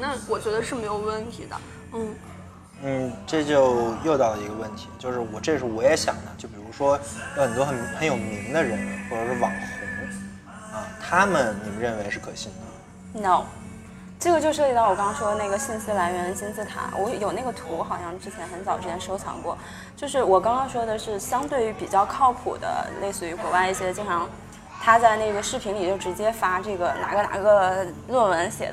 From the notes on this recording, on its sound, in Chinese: 是我和两个朋友一起在咖啡馆聊天的部分录音剪辑